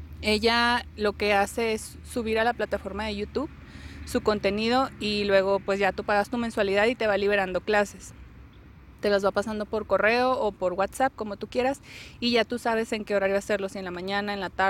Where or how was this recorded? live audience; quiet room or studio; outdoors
outdoors